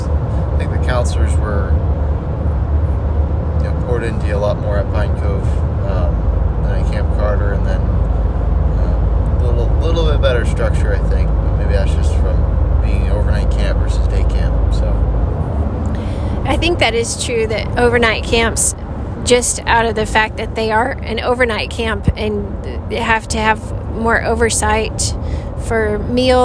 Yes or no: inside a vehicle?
yes